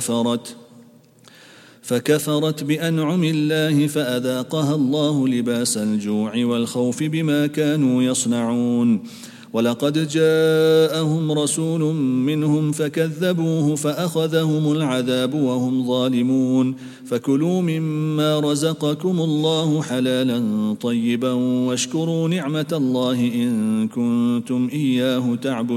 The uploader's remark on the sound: at the Houghton Masjid (West Street)